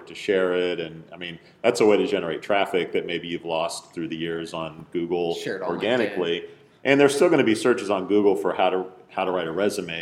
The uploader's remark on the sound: Live from Jobg8 Job Board Summit in New Orleans. The boys headed down the The Big Easy this week for a live podcast at the Jobg8 Job Board Summit.